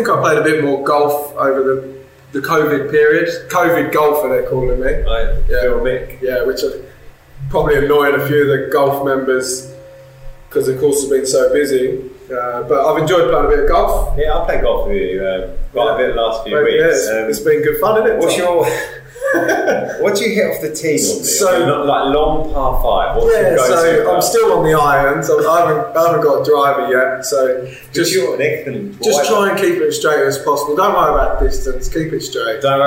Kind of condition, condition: fault, poor sound quality